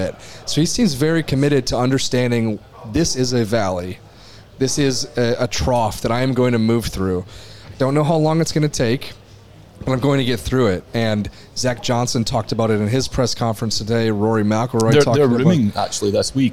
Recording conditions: outdoors